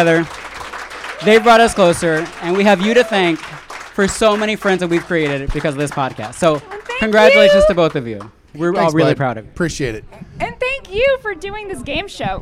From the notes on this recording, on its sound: Recorded in front of a live audience. Live from Las Vegas!